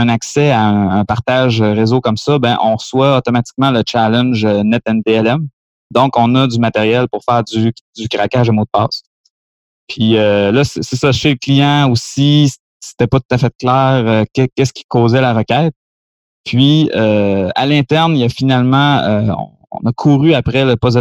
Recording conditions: video call